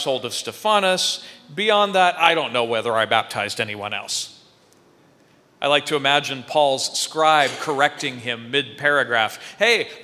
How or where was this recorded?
large echoing room